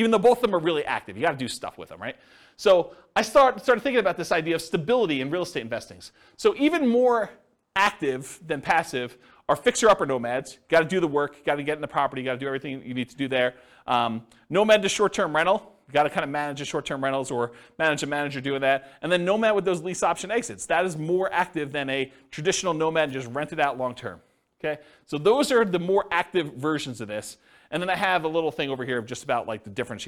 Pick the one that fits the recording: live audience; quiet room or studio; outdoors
live audience